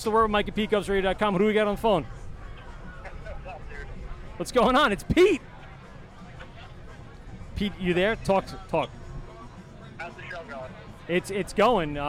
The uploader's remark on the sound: LIVE at the LI Craft Classic 2019